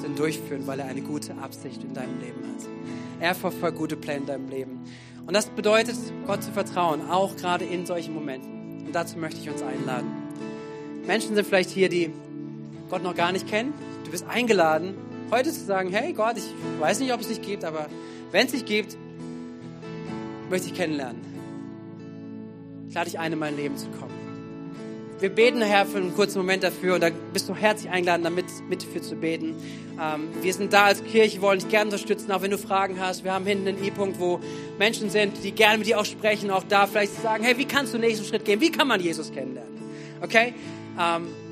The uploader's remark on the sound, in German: Gottesdienst am 13.11.2022